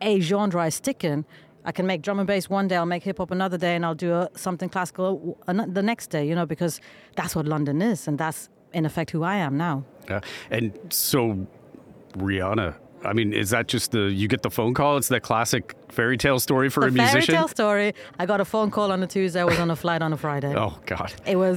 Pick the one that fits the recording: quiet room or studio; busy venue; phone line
busy venue